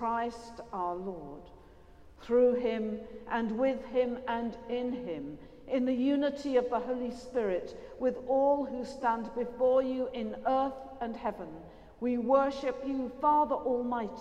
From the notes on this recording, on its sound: Has been collated from archive live music recordings together with prayers, sermon and readings for the appointed day specially recorded in church and in people's homes. This service is sung by our professional St Bride's Choir.